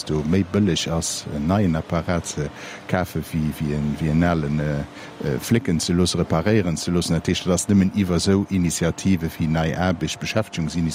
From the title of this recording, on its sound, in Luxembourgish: Live aus dem Sivec Schëffleng